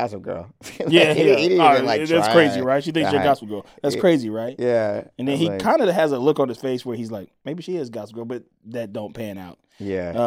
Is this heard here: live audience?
no